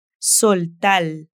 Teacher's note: soltar suena más o menos como si fuera una L al final